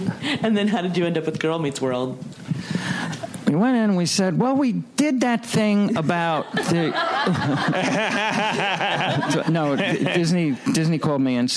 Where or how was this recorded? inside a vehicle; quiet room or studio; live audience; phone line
live audience